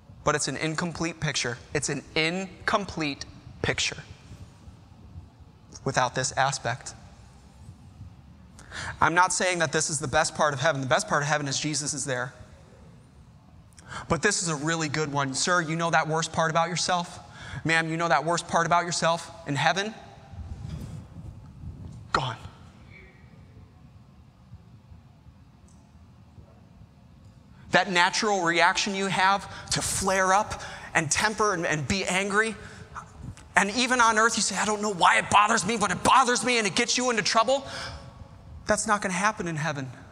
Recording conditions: large echoing room